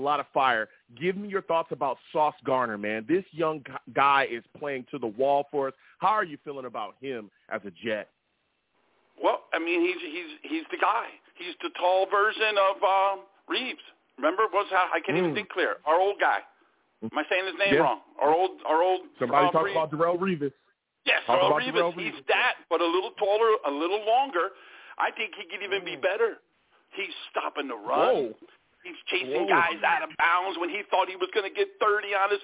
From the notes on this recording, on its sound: Live immediately after the Jets game against the Bills, I sat down and discussed the game! The callers went crazy on this show and the takes were flying! I take live callers!